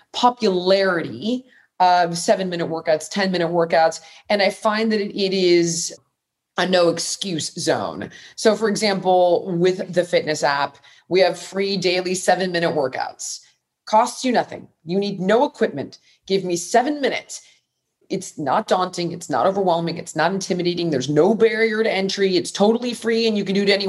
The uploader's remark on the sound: In this live call.